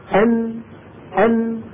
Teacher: أن حرف النون اصطدم طرف اللسان بما يحاذيه من الحنك الأعلى فسمعنا صوت النون